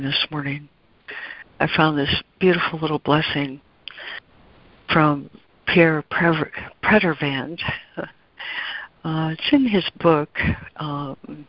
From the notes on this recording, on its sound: ACIM Daily Conference Call